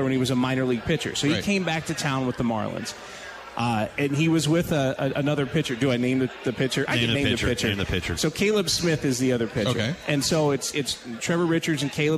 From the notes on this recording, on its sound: live at Steny's